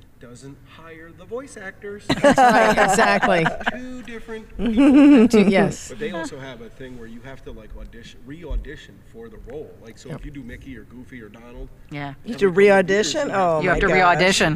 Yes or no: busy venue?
yes